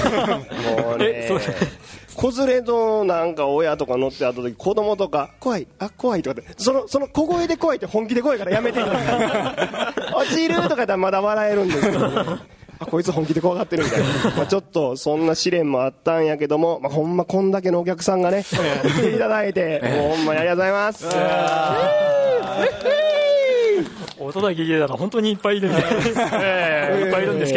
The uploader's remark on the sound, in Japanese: 2012年3月24日(土)に行われましたイベントの模様をお送りします。今回は下記出演者が実際に大分県に集まり、公開収録という形でお客さんを呼んでフリートークを行いました。